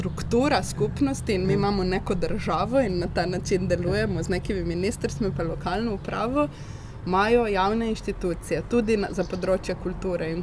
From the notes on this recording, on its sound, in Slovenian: Na ulici pred hišo ter pred publiko.